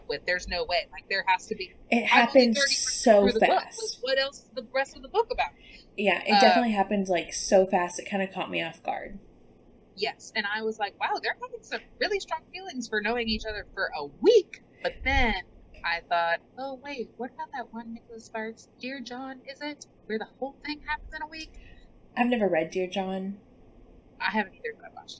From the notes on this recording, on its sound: We had to film from our own homes this week so please excuse our crazy audio